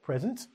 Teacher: We put the emphasis on the front, present.